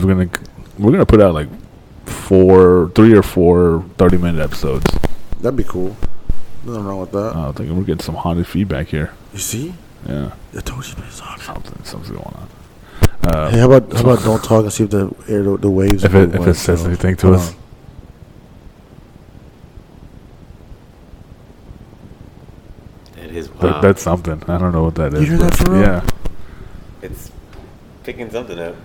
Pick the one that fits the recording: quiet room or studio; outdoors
outdoors